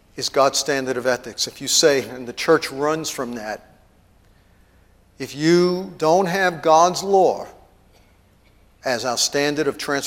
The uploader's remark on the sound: TEACHING AT IMPACT CT CONFERENCE MAY 1